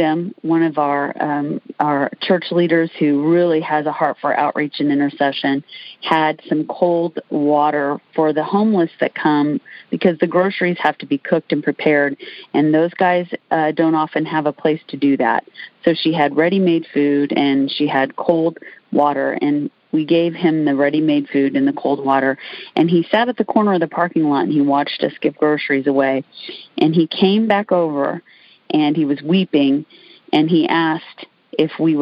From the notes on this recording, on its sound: Recorded during the "Intercessor's Arise" weekly teaching, prayer and equipping call